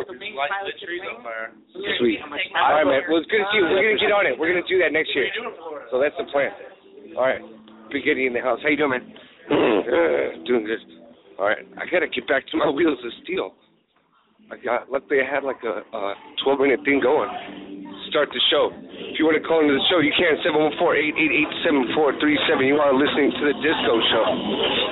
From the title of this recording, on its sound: New Year's Eve at the Old Towne Pub